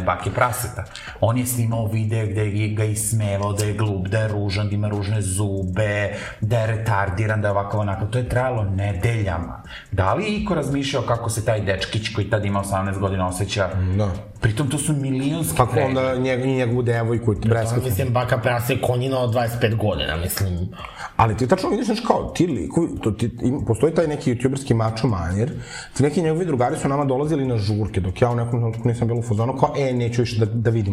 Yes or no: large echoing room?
no